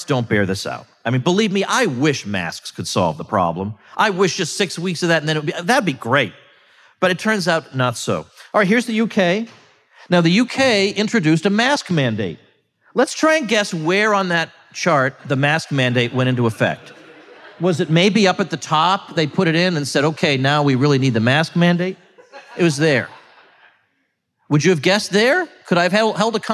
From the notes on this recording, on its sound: I delivered these remarks at the Ron Paul symposium in Angleton, Texas